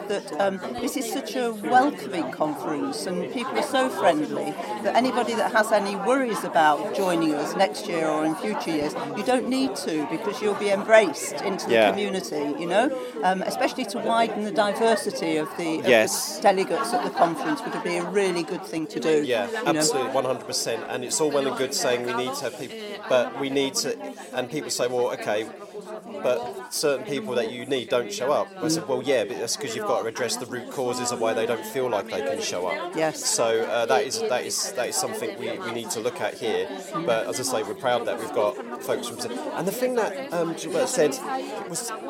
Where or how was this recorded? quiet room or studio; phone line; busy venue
busy venue